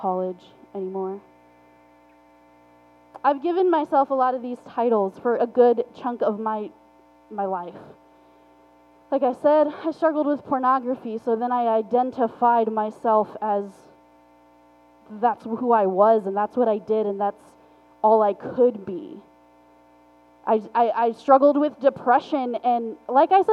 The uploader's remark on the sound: Forgive the poor audio quality